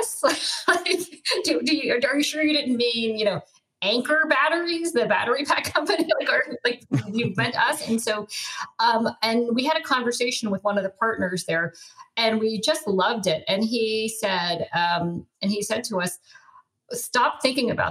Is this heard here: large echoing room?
no